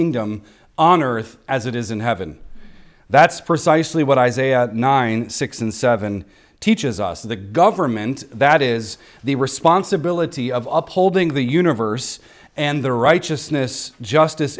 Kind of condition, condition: setting, large echoing room